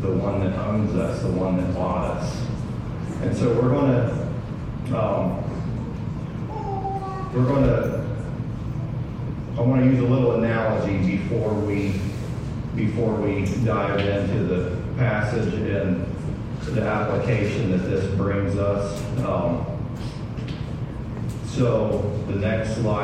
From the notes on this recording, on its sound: sorry for the poor audio quality